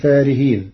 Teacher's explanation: قرأ ورش كلمة فارهين بحذف الألف التي بعد الفاء فتصير وتنحتون من الجبال بيوتا فارهين صفة مشبهة.